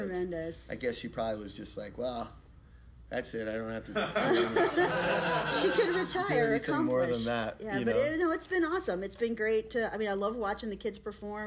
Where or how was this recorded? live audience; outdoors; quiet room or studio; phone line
live audience